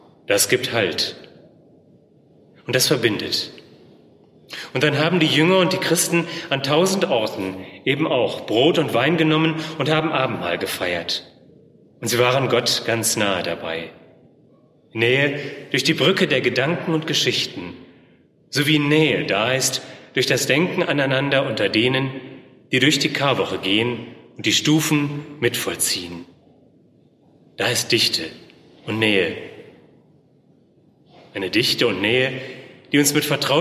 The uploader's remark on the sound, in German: Der „Zeitgleich“-Audio-Gottesdienst aus der Reformationskirche in Köln-Bayenthal.